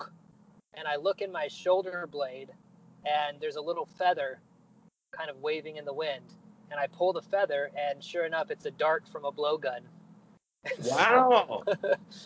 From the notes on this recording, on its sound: Record my end from inside my 2005 Nissan Altima. I drive around OKC, noting the things that I see.